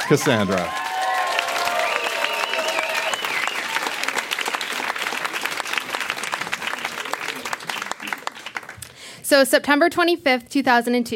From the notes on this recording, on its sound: Recorded live at Yuk Yuk's in Ottawa.